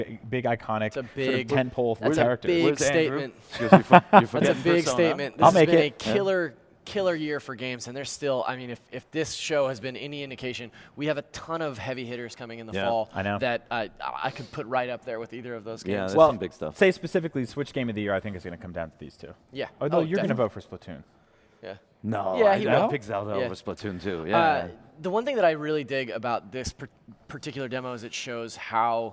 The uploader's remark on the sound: The NVC team travelled to Cologne, Germany, to report back live from the annual mega-games convention, Gamescom.